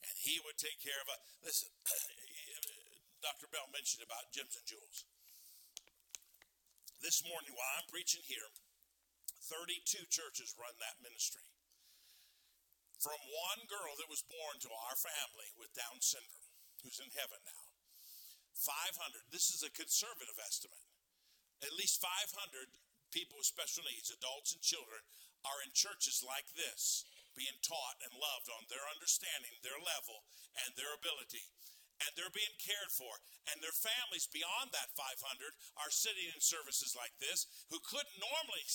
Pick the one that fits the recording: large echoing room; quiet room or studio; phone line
large echoing room